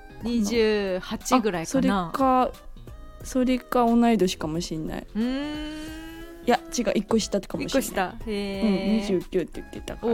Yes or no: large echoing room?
no